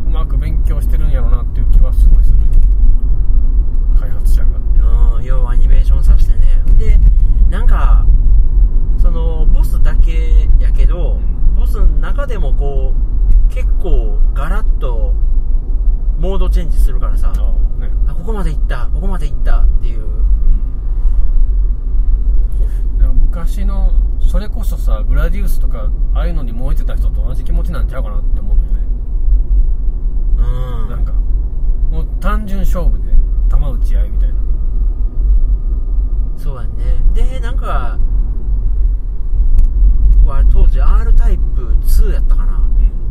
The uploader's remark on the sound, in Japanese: ラーメン屋に行く道中に収録しました。